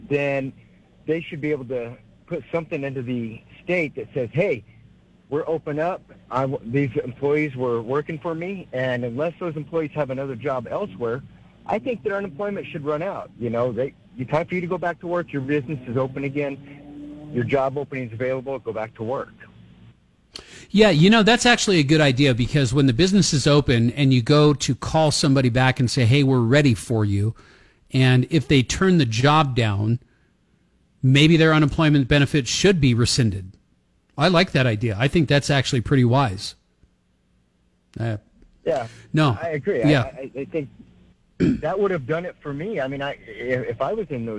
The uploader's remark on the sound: takes your phone calls on News Radio KKOB